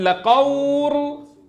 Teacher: فتصبح اللام الساكنة راء ساكنة، بدل لقول أصبحت لقور. · Term: قلب